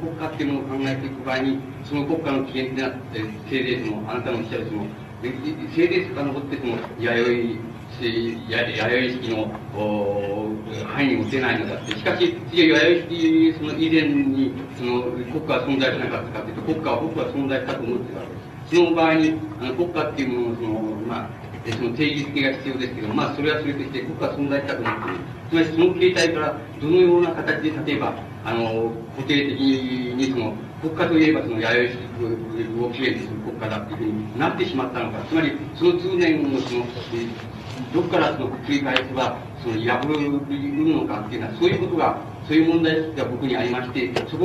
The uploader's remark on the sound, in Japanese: 音質：２。場所：文京区民センター。止揚の会と西荻南教会によるイベント 「共同体論ティーチイン」での講演。周辺のノイズが入っており、 音質はあまりよくない。